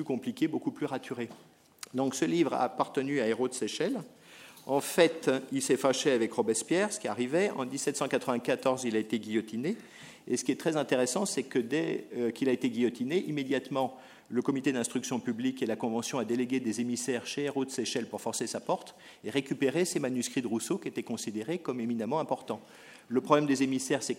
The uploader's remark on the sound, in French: enregistrée le 30 mars 2010 dans le cadre du colloque « La numérisation du patrimoine écrit.